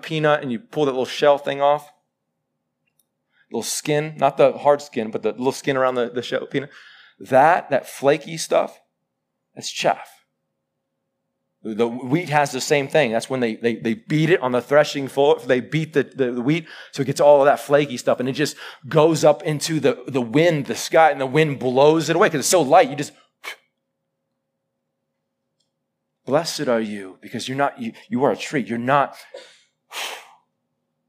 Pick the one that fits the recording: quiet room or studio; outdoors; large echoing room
large echoing room